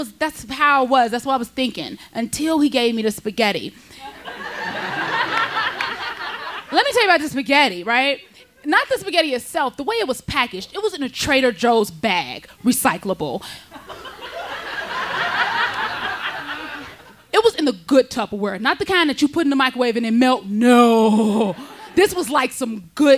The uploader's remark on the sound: Her story was recorded live on 16 August 2017 at Buntport Theater in Denver, CO.